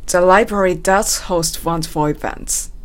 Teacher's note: ネイティブはこの does とか do のところに気持ちをですね、乗っけて発音しているので、そこが強くなるんですね